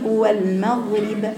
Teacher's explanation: ليست لا فيها قلقلة الغين ولا بهذه الدرجة من التفخيم